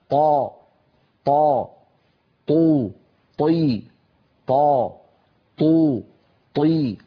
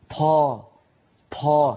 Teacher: فالطاء الفصيحة طاء مجهورة شديدة · Shown in: first take